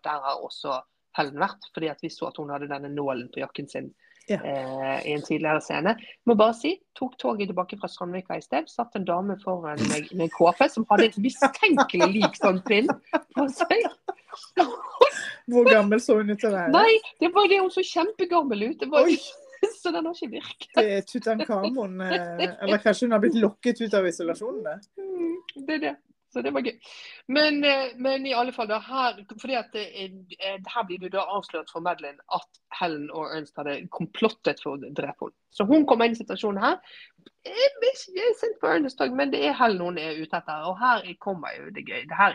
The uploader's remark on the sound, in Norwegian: Vi har enda lydutfordringer